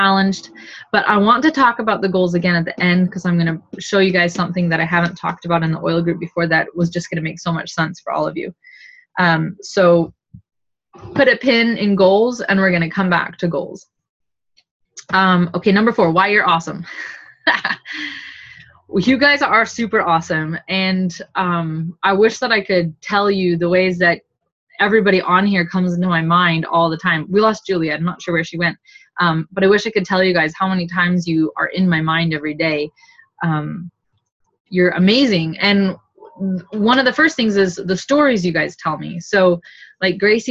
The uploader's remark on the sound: Second oldest Zoom call we recorded